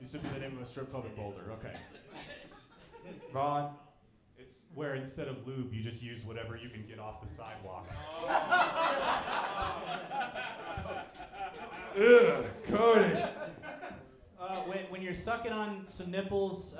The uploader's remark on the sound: This is a live show that provides the set ups, and comedians create the punchlines live on the spot!